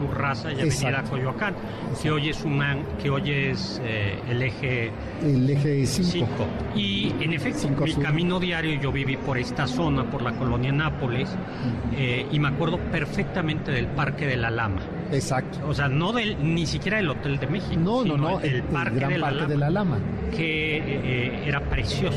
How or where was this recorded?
busy venue